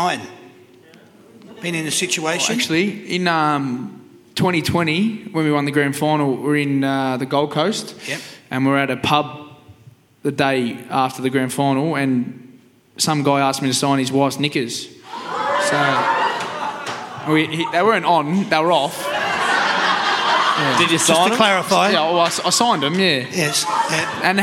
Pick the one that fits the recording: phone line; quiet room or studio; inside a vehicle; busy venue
busy venue